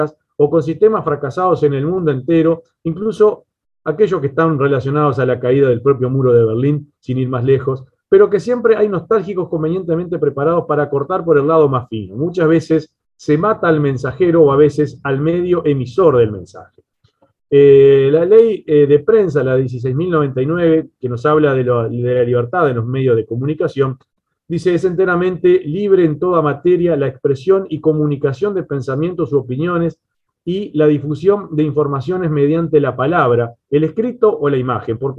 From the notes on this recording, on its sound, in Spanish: Mesa Redonda Virtual.